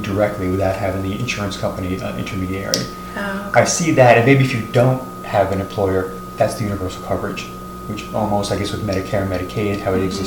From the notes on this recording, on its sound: Apologies to our listeners for the audio feedback throughout the podcast.